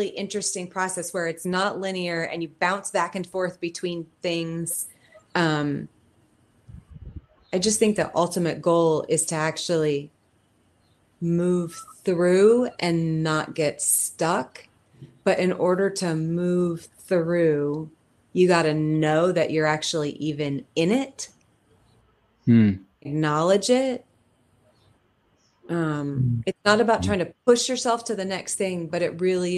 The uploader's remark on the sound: Recording of the live webinar. During lockdown in the UK and across the world.